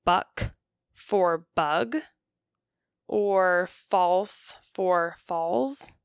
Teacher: a voiced consonant is replaced by a non-voiced consonant in the final position · Term: final consonant devoicing